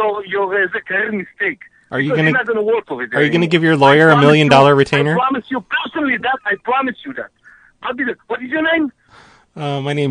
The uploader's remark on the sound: Prank Phone Calls Collection.